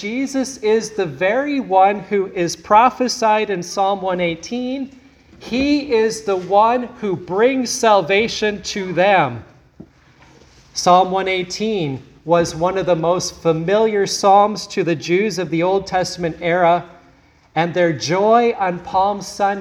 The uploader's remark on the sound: today's sermon at Grace Evangelical Lutheran Church, Lexington, MO